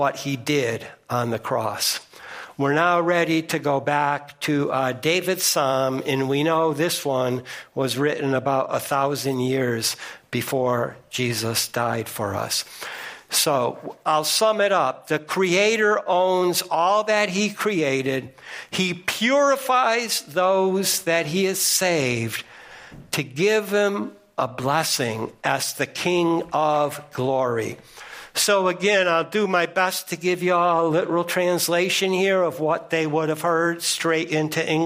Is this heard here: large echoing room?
yes